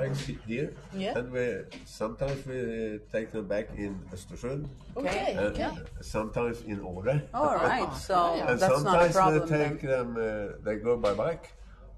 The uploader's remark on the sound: Live from Selånger Pilgrimcenter